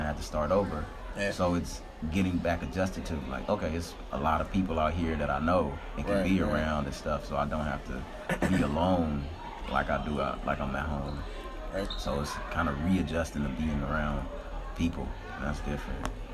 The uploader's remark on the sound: In this episode we are coming live from New Orleans at Xavier University of Louisiana’s homecoming.